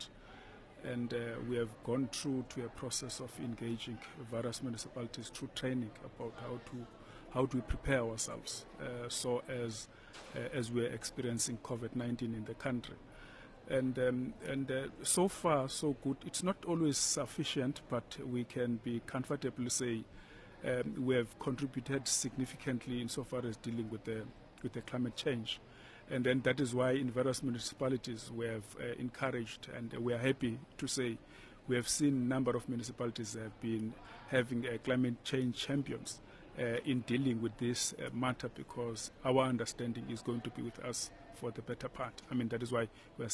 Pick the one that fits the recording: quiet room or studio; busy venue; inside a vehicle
busy venue